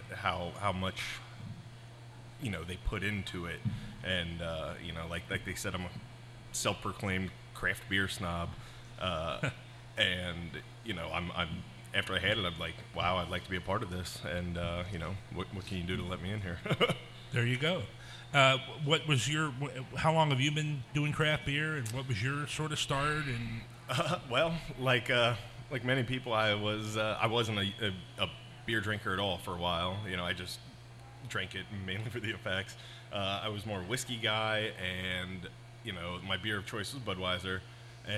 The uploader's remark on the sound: Live At Bad Tom Smith